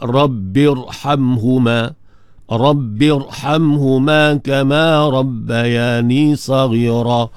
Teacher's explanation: Maka ra tadi dibaca dengan tebal, tafkhim. Jangan baca dengan nipis lah.